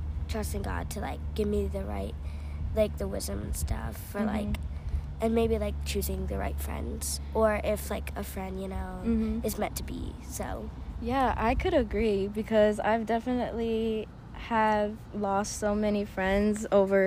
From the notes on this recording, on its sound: As we were enjoying the outdoors and fishing.